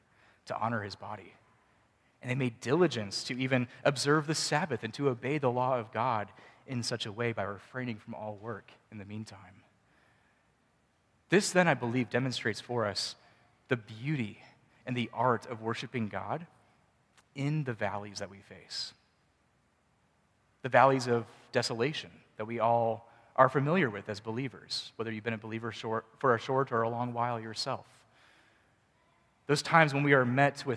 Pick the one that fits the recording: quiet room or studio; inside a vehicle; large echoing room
large echoing room